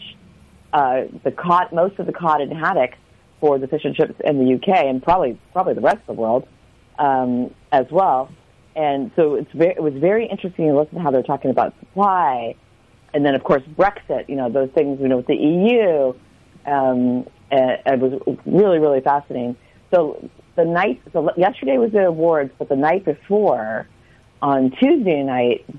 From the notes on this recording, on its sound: We get a phone call.